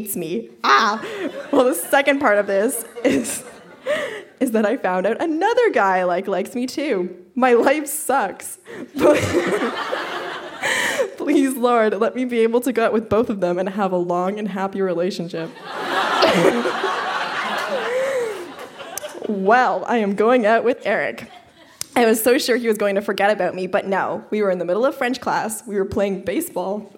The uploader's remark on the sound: Recorded live at The Spice Factory in Hamilton.